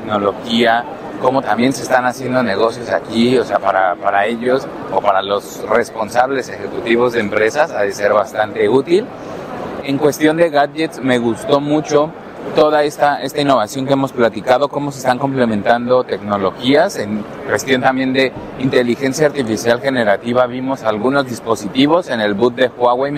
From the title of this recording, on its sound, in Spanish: Cobertura desde el Mobile World Congress